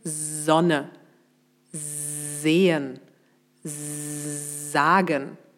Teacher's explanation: Du merkst, es klingt weich und stimmhaft.